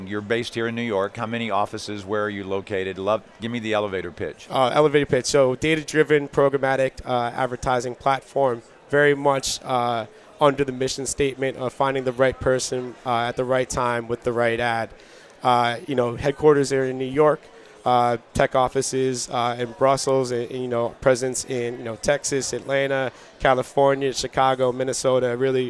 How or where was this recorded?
busy venue